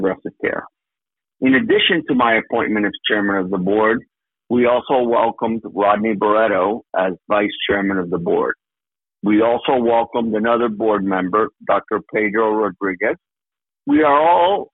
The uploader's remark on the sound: Progressive Care Shareholder Conference Call